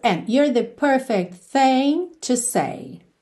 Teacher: Aqui o and Ficou bem curtinho no começo.